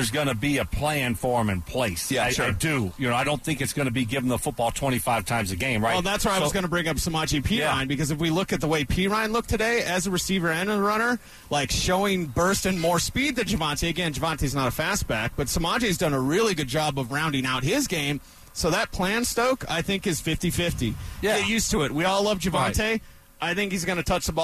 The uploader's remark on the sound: live from training camp